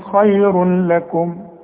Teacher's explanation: تدغم التنوين في اللام وما يبقاش عندك غنة، بدون غنة ما تغنش. · Term: ادغام كامل بدون غنة